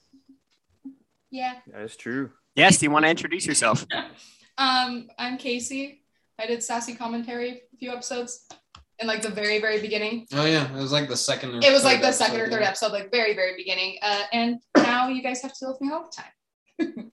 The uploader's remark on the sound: The audio on this episode is a bit rough, should be fixed by next time.